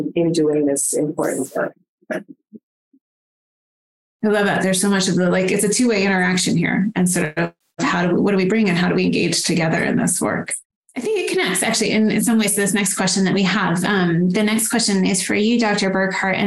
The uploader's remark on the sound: In June, we hosted a webinar